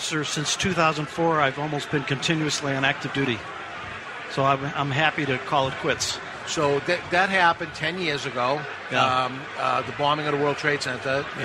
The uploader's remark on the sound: Live from Boulder, Colorado for the second annual Rocky Mountain Cigar Festival!